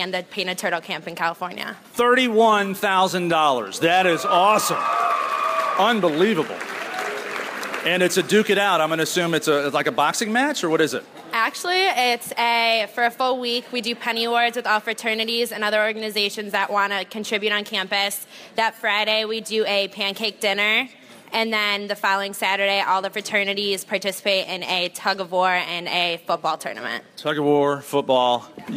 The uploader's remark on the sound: Live in San Diego. We begin with a live audience in San Diego.